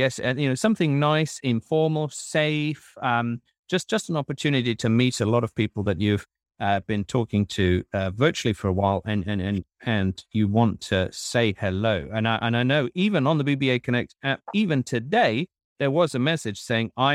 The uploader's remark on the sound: Live from The Security Event | Birmingham. This week we’ve been out in the wild where we recorded the show live from The Security Event, a physical event held in Birmingham, UK. Interviews recorded on location.